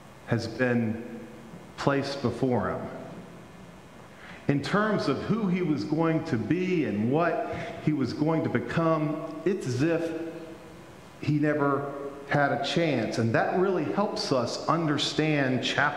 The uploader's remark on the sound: Pender UMC Traditional Worship on August 21, 2022 at 9:00 am